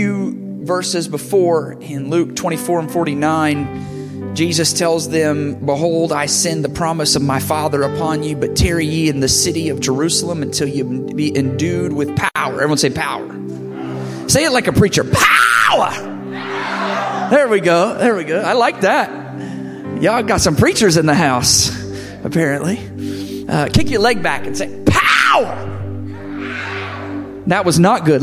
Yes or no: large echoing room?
yes